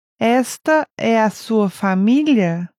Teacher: Note the rising intonation of the sentence to indicate that it's a question.